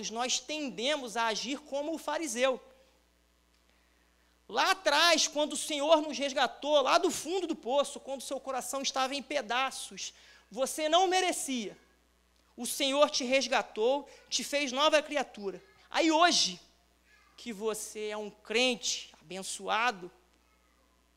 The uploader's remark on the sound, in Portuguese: Transmissão Ao Vivo do Culto de Domingo à Noite. Local: Rua Alexandre Fleming 243/ Igreja Reformare.